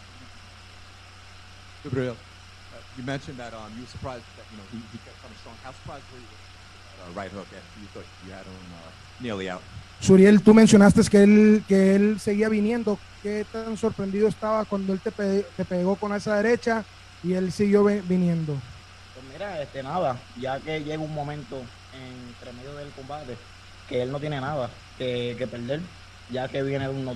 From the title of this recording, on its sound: Post Fight Press Conference